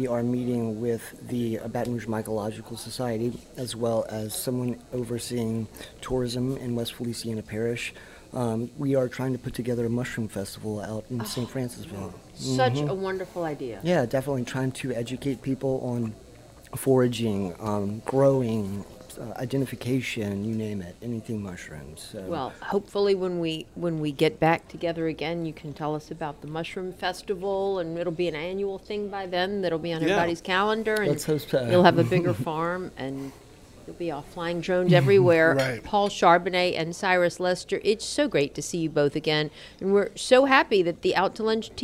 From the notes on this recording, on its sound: Out to Lunch is recorded over lunch at Mansurs on the Boulevard. Out to Lunch is recorded over lunch at Mansurs on the Boulevard.